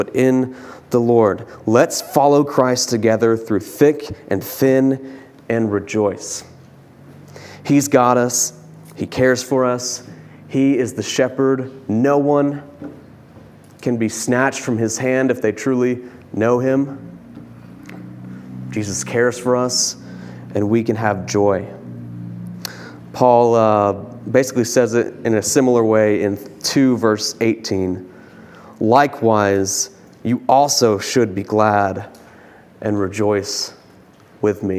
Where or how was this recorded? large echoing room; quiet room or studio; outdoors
large echoing room